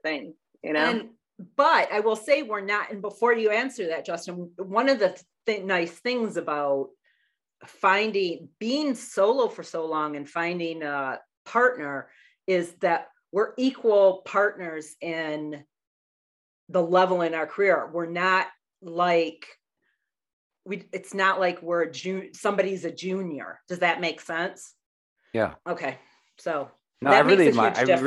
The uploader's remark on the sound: We're all different parts of the country. Through the magic of zoom we're here together.